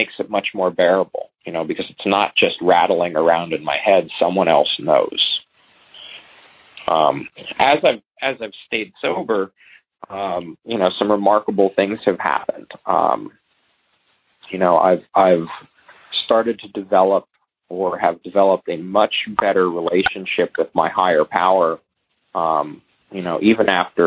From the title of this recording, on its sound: Monday Noon Phone Speakers Series